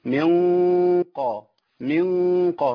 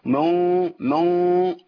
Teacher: وما انزل من قبلك، عندي نون مع قاف ده اخفاء ايه اخفاء حقيقي، بخفي النون في القاف مع تفخيم الغنه · Shown in: first take